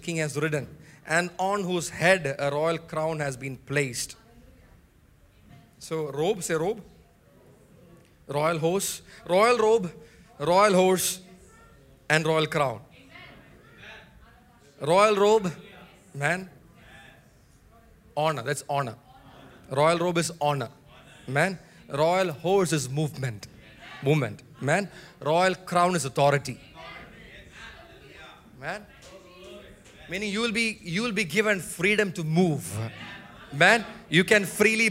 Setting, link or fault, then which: setting, large echoing room